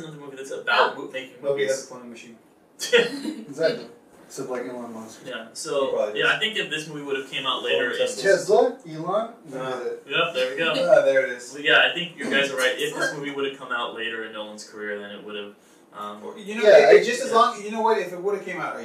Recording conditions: poor microphone